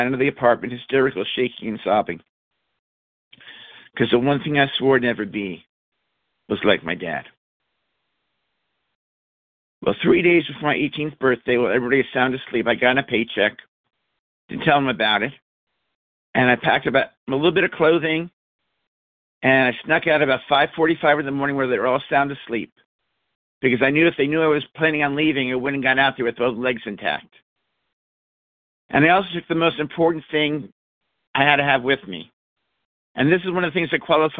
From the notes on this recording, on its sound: 100 Pounders Phone Meeting